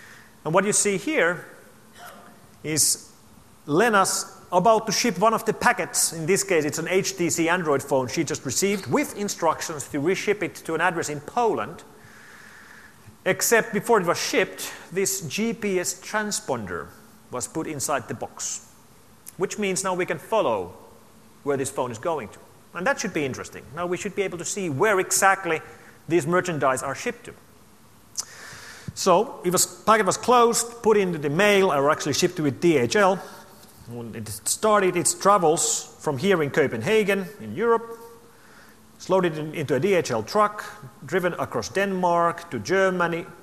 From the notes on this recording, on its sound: opening keynote to the AusCERT 2012 conference